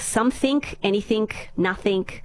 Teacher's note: the TH is an F and the G is a K